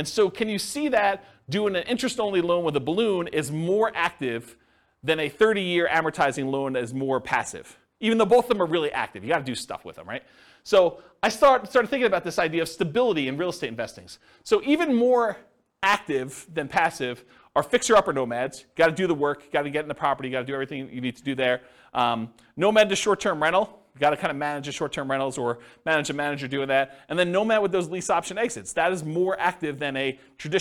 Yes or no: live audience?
yes